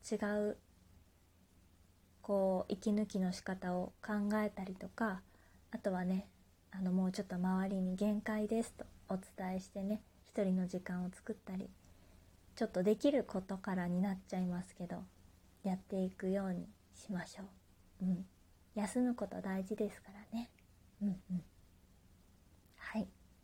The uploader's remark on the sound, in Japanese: 自宅でスマホによる収録のため様々な騒音が収録されています。キッチンのすみっこで。